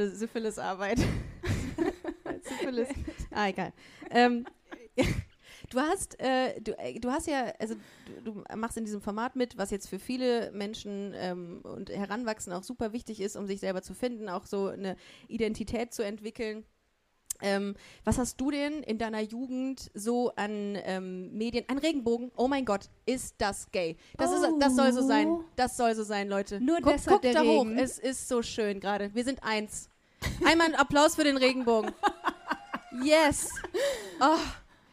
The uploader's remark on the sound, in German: LIVE in Köln. Den Mitschnitt des LIVE Podcasts von Busenfreundin aus Köln.